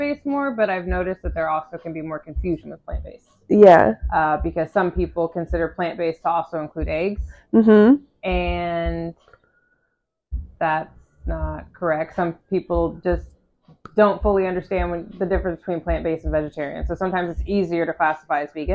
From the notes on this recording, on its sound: This episode also had a mic malfunction and I contemplated doing it over.